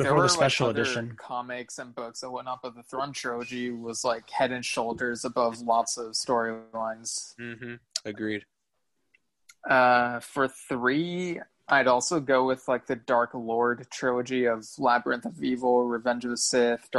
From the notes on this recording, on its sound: Hosting a virtual 300th episode party on Zoom. Joined by various friends and loyal listeners from around the world.